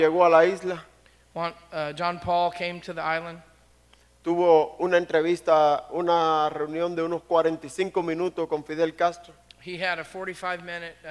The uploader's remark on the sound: Was recorded at The Calling Community Church located in Platte City, Missouri. Services are held in the Platte County High School Auditorium.